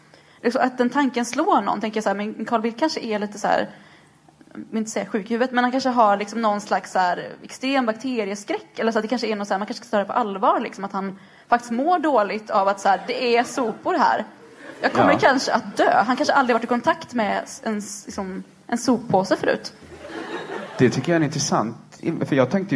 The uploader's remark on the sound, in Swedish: Detta avsnitt spelades in live inför publik på Folkets hus i Göteborg i samarbete med ABF.